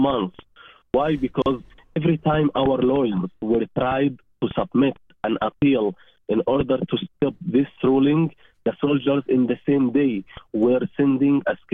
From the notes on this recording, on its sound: Joins us by phone. From the West Bank.